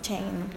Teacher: It is voiceless. That means that the vocal cords are not vibrating.